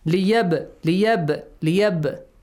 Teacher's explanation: قَلْقَلَ. You echo the sound of ba being ساكن